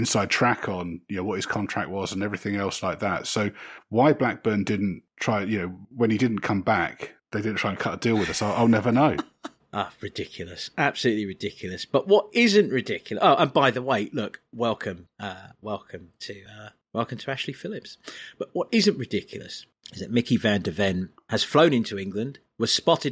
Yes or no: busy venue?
no